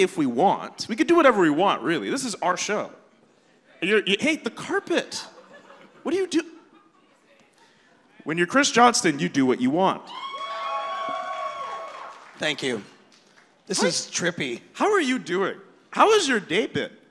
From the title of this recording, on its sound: Live from All-Star Weekend At The Rec Room